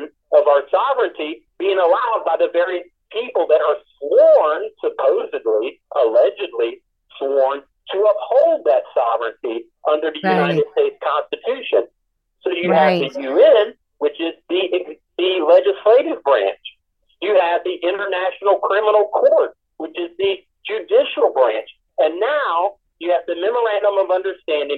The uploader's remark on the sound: able to phone in from his prison cell